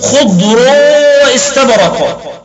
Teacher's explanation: قرأ نافع وأبو عمرو وابن عامر وحفص برفع الراء